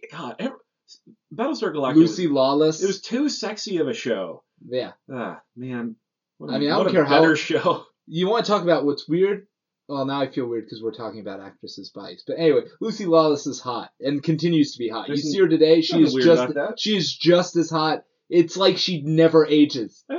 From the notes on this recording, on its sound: Apologies for the poor sound quality. Due to a technical error, this episode sounds like it's being recorded through a bathroom door.